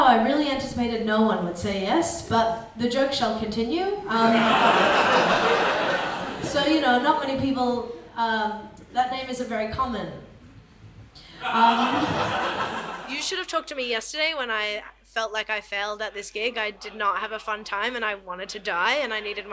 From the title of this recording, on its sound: Live Performance